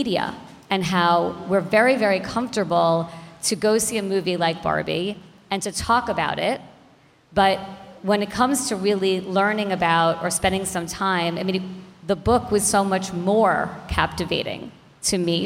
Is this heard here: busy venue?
yes